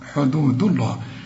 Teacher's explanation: وتلك حدود الله، رقق الدال حدوده، وما دام الدال عليها الضمة يبقى لفظ الجلالة مفخم